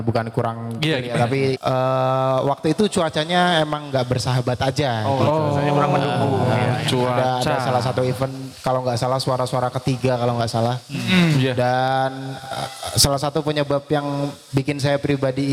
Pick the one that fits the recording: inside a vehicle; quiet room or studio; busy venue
busy venue